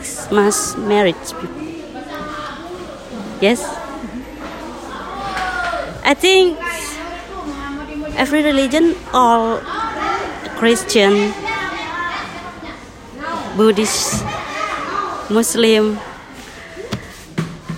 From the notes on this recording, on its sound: Live from a market in Lombok, Indonesia. Since I was traveling alone, I decided to stroll through the local market in hopes of grabbing a chilled coconut.